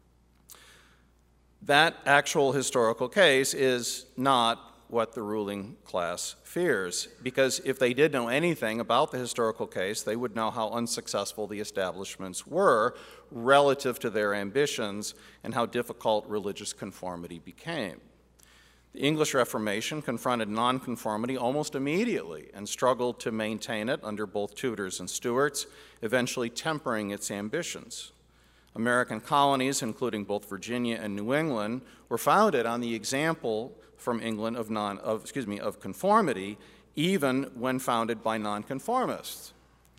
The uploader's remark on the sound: Address at the Miami National Conservatism Conference on September 12, 2022. NatCon 3 Miami.